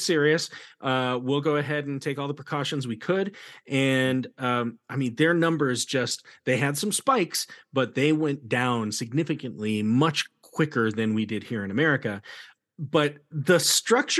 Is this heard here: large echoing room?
no